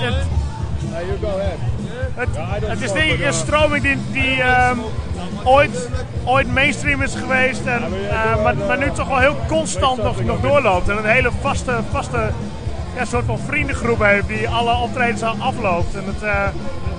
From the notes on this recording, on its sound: at the GGI Festival